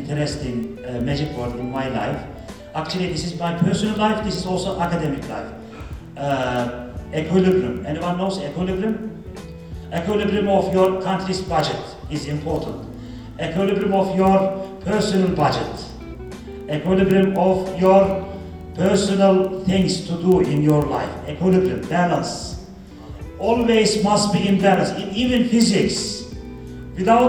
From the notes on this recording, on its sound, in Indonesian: gw mengikuti sebuah siposium yg ada di istanbul, dan materi dari para pembicara pun gw rekam